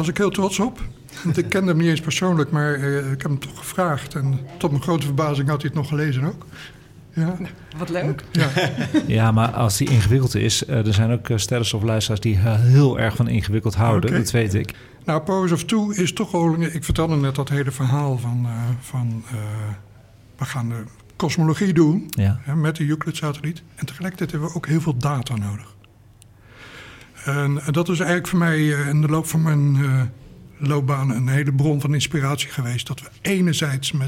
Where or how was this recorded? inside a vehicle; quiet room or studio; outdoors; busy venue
busy venue